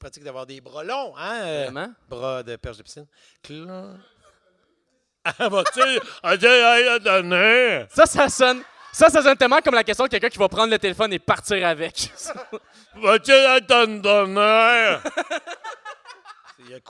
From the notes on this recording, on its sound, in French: Live au Minifest. Une discussion d'environ 2 heures devant public. Je perds souvent le contrôle du public.